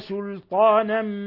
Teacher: ترقيق السين واللام وتفخيم الطاء